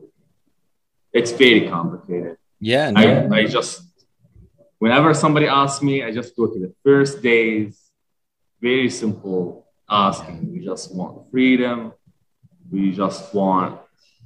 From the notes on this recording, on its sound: Recorded Live on Zoom